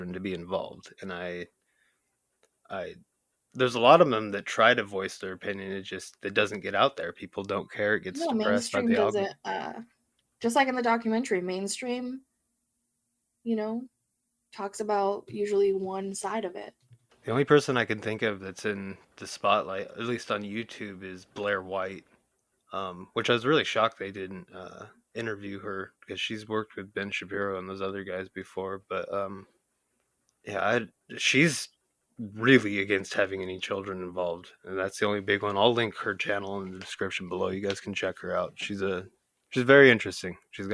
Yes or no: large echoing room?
no